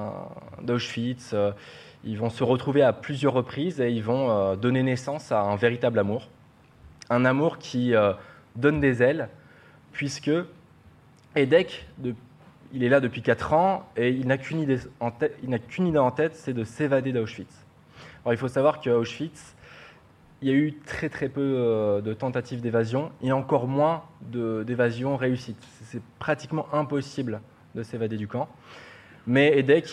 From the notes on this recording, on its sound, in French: cette première en public